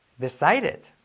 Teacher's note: La D como una R suave